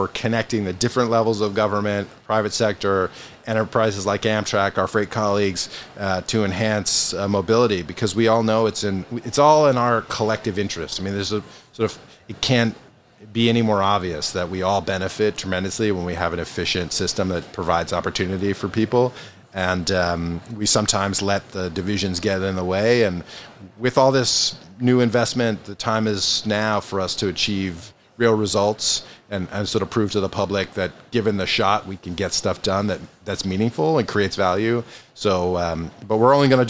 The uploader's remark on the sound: Recorded live at APTA EXPO 2023 in Orlando, Florida. Recorded on the trade show floor at APTA’s EXPO 2023 in Orlando, Florida.